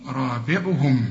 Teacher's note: الراء هنا مفخمة قوي والبيه هنا مكسورة